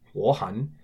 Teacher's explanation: is a double third tone, but pronounced second tone, third tone because of the tone exception rule number one, 我很.